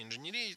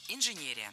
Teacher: Ударение в этом слове должно падать на третий слог · Shown in: second take